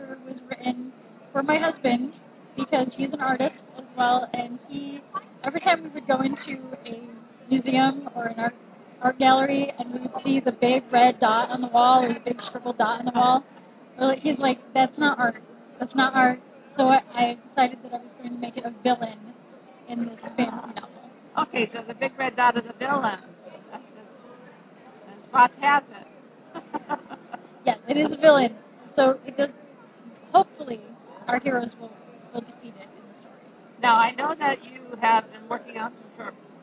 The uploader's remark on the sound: Sat down with us for a brief moment at Phoenix ComiCon between her panels, signings, and her video/audio BookCast shows.